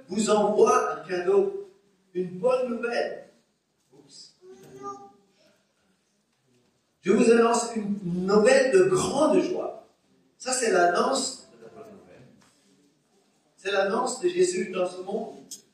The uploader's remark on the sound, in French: Enregistré à l'église CVV, le 24/10/2021